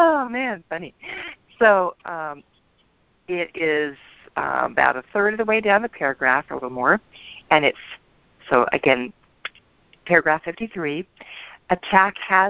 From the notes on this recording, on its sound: ACIM Daily TEXT Conference Call